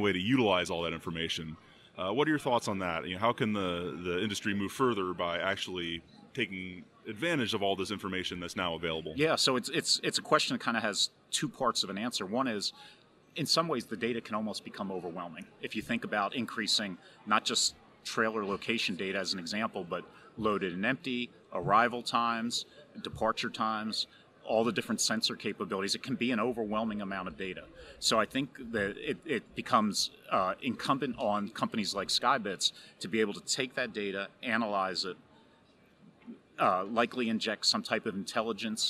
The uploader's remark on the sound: we head to American Trucking Association’s 2019 Management Conference & Exhibition